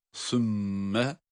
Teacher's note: sa harfi peltek olarak okunuyor ve mim şeddeli olması itibariyle ona bağlıyoruz.